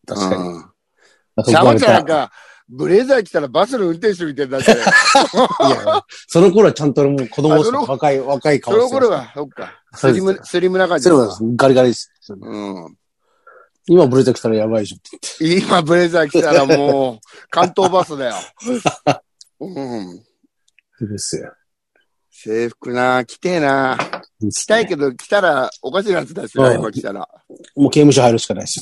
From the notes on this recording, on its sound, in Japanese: ZOOMで収録